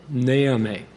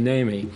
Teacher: with the emphasis on the first syllable, not on the second syllable · Shown in: first take